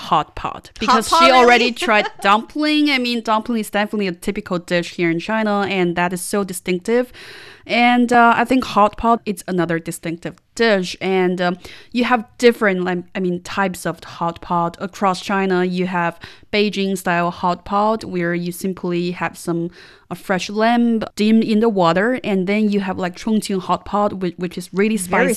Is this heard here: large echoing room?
no